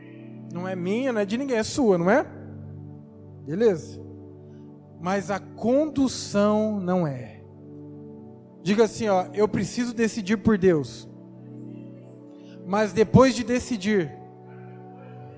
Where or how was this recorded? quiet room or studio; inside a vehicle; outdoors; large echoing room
large echoing room